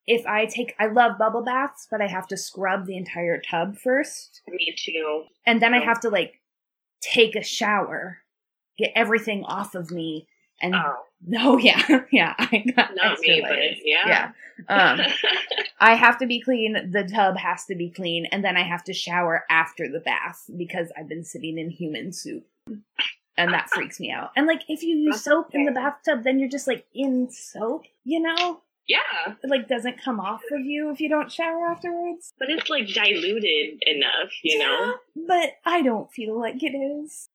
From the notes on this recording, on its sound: the audio is a little wonky